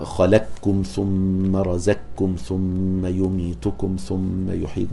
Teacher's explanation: يدغم القاف في الكاف · Term: إدغام المتقاربين